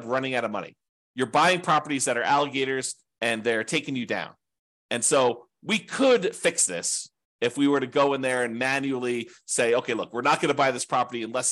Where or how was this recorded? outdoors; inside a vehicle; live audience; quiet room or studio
quiet room or studio